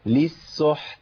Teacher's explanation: وعندي حاء موقوف عليها ساكنة وبعديها تاء ساكنة مهموسة. لابد من بين الفرق بين الحاء والتاء.